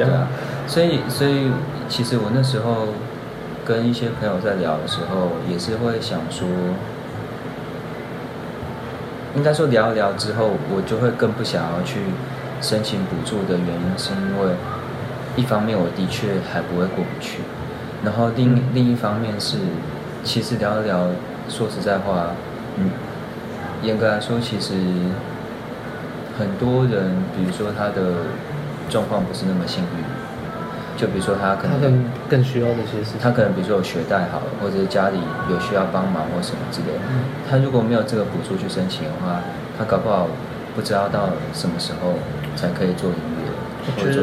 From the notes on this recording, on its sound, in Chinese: 直接不孝的坐下來假裝客人開始聊天，然後又不小心按到iphone7的語音備忘錄的錄音鍵。